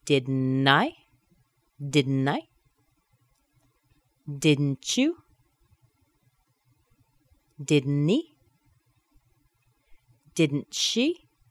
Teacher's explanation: That T's held inside.